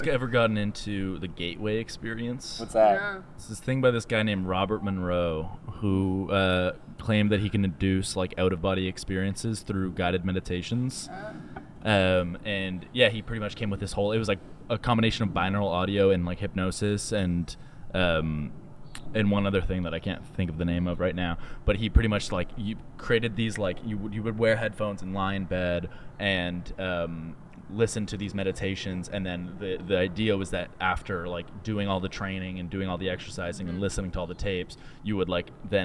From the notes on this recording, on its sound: On the first outdoor episode of Cold Pod